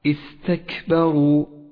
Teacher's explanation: لاحظ بعد ذلك صفة الهمس لحرف الكاف في كلمة واستكبروا واستكبروا، تقوى هذه الكاف الضعيفة بصفة الهمس حيث يجري النفس معها فيوضحها